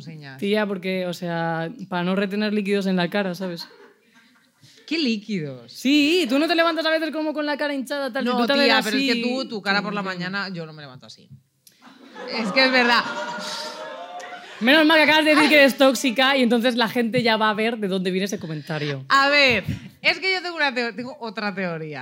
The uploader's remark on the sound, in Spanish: arrancamos temporada en directo desde Barcelona